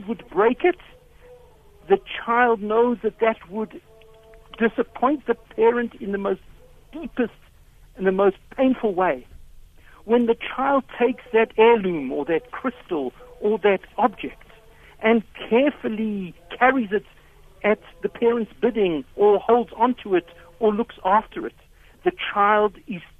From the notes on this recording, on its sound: Guest on the phone